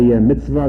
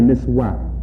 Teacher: Actually, it should be W, as the Arabic Jews do today, the Iraqi Jews. · Shown in: second take